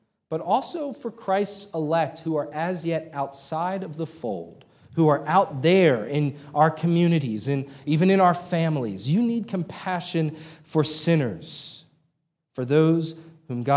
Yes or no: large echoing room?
yes